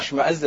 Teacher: فيه حرف الشين الذي يدل على التفشي، نعم، كأنهم الانتشار، انتشار وفرار من هذا، وحرف الزاي الذي فيه صفير